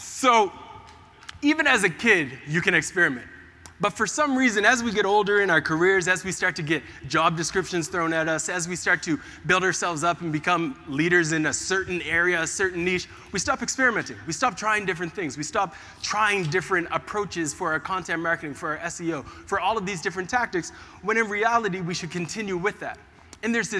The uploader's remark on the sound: In this episode, I share my Keynote presentation that I gave about the power of experimentation to the audience at MozCon, one of the leading SEO conferences in the world.